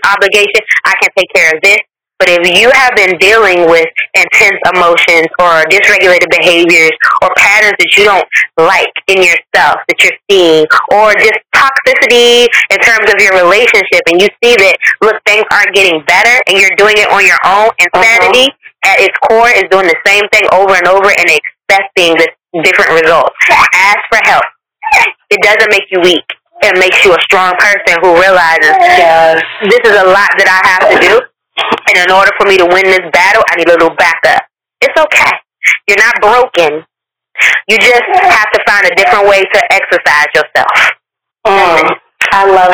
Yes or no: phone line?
yes